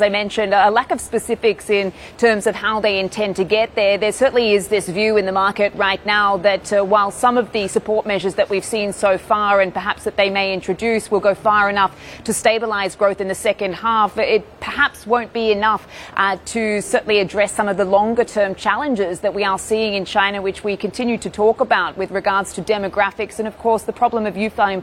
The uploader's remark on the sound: We are live in Sintra, Portugal for the ECB’s annual summit